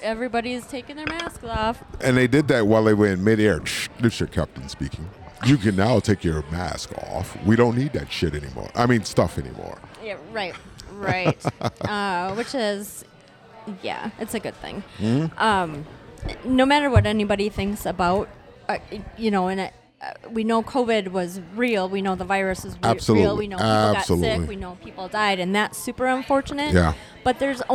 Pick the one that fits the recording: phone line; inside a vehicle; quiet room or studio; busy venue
busy venue